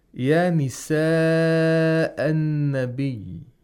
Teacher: Conjunct lengthening, which has to be lengthened to four or five vowel counts.